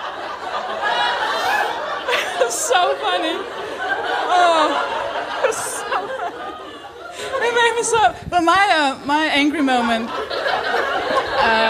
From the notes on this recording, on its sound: LIVE. A huge thanks to Phoenix Artist Club in London for letting me record my podcast and do my shows with them.